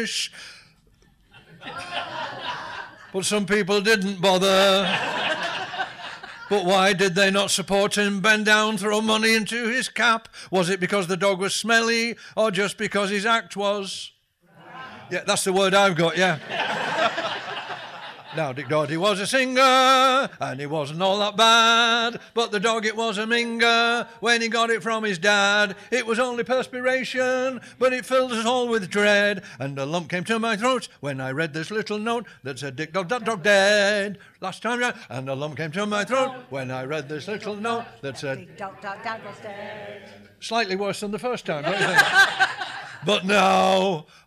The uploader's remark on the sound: A riotous and unpredictable comedy interview show recorded in front of a live audience in glorious Sheffield once every month! This months show is recorded at the Showroom Cinema In Sheffield.